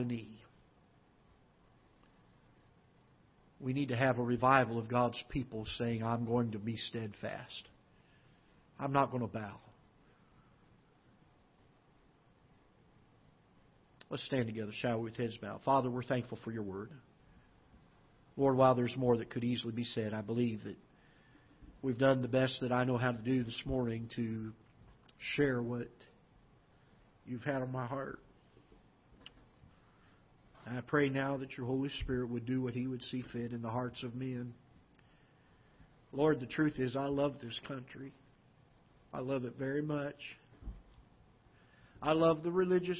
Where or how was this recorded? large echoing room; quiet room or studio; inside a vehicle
large echoing room